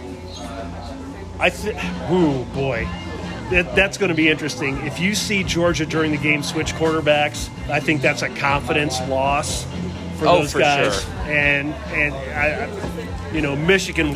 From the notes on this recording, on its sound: On location from Deviate Brewing.